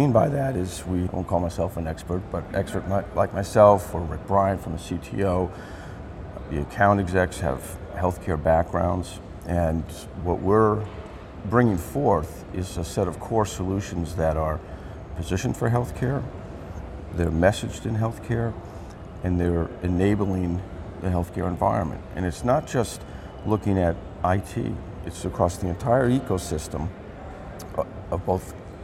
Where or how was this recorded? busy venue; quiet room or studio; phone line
busy venue